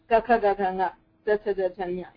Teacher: तत्र ककारादारभ्य मकारपर्यन्तं सर्वाणि वर्गीयव्यञ्जनानि स्पृष्टप्रयत्नवन्ति. तेषां सर्वेषां स्पृष्टः प्रयत्नः ककारादारभ्य मकारपर्यन्तम्.